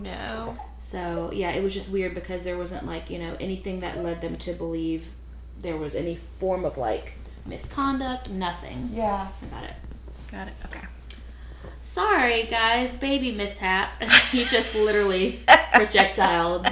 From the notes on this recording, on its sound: Thanks so much for bearing with us in regards to extra sounds in the background